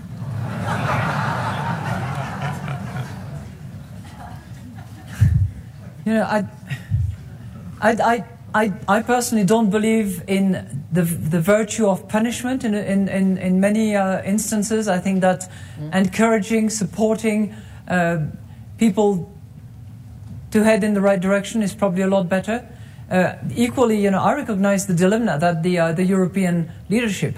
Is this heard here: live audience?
yes